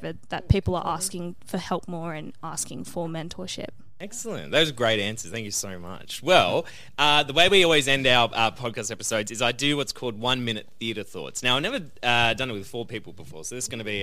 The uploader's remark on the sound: for a live Q&A session at Meraki Arts Bar